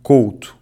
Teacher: o ditongo ou é pronunciado como um O fechado, O, em quase todo o Portugal, exceto no Norte